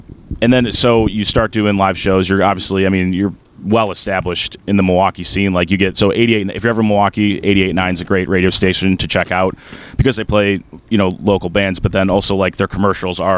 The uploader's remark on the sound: Episode eleven was recorded on my deck June 26th, 2022.